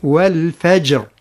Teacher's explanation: الراء يعني هي وقفنا عليها بالسكون، نعم، فتكون مفخمة رغم أنه قبلها حرف ساكن، لكن قبل الحرف الساكن هناك حرف مفتوح وهو الفاء. · الجيم هي فيها الشدة وفيها القلقلة، رغم أنها حرف يعني مستفل، ليست مفخمة، مرقق، هي حرف مرخم مرقق.